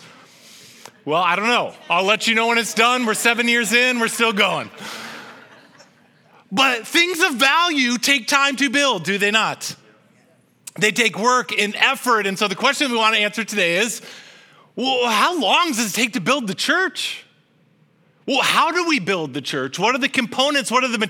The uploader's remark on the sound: This message was originally preached at Highpoint Church on Sunday, September 3, 2023